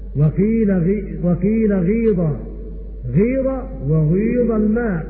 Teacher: ومعنى الإسمام خلط صوت الضمة بصوت الكسرة